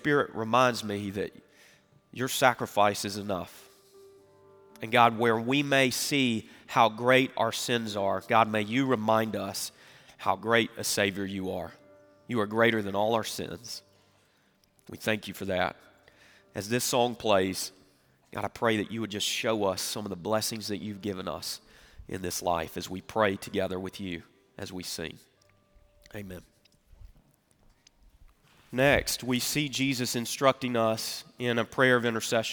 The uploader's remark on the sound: Recorded Live at Brookwood Church on 11.26.2023